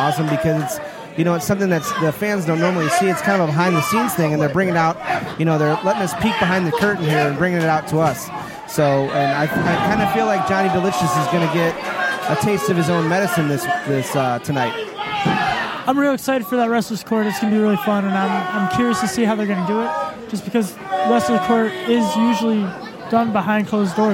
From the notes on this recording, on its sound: Live From XICW 202 Night Of Champions